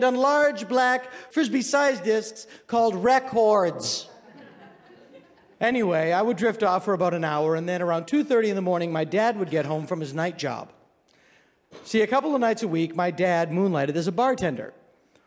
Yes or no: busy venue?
yes